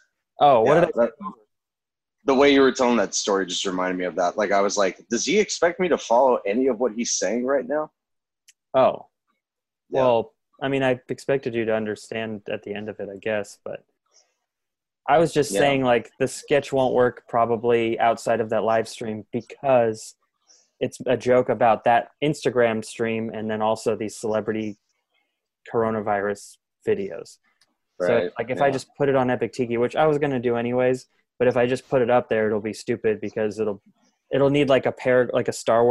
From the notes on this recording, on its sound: we’re back with another Zoom call episode